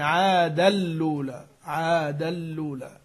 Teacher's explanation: قالون أدغم التنوين في اللام بس بدون همز